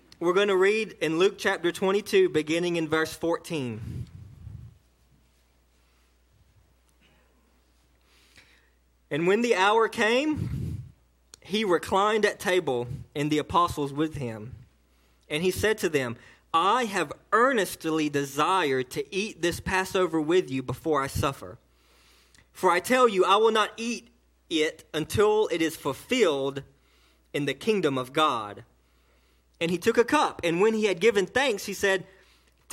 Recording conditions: large echoing room